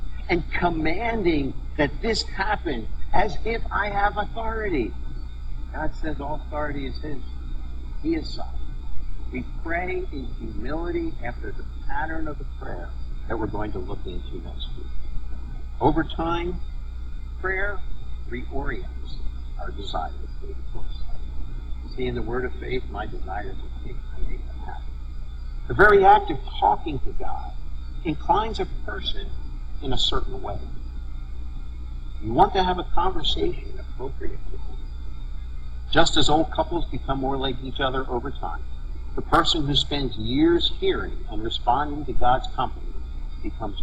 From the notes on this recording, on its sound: We had some issues with the sound, but hope that doesn't detract too much from an awesome message.